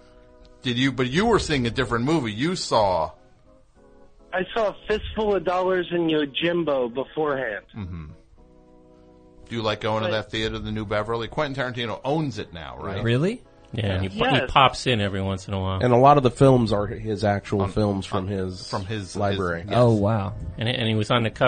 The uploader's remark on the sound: Recorded immediately after the November 3rd, 2015 program. Completely unscreened phone calls moving at a rapid fire pace!